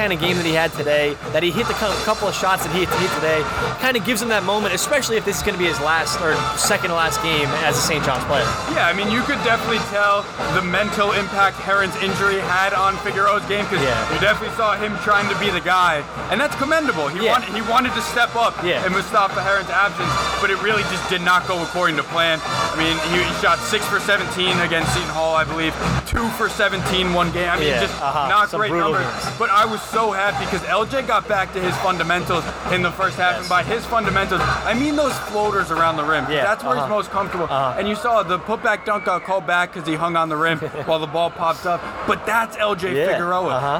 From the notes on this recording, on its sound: live from MSG